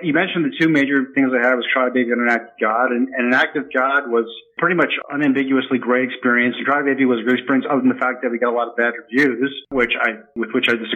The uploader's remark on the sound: He called in from his home in Hollywood